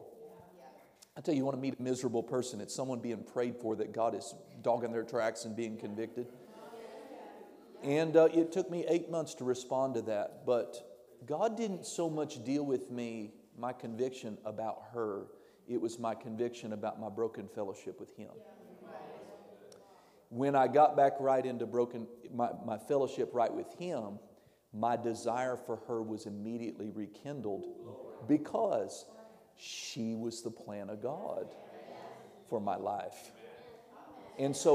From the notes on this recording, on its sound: This audio was taken from a class on 10/12/2021 at World Harvest Bible Training Center in Murrieta, CA